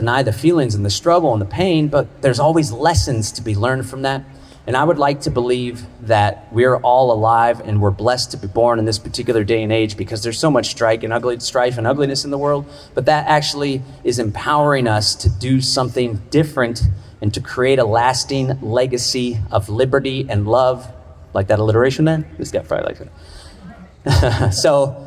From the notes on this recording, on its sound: delivered a powerful speech, at Solarpunk Summit